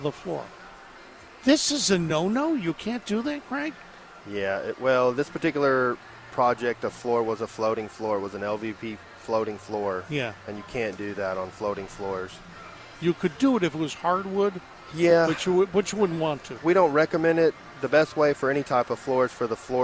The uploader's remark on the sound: Live from the NC Pet Expo.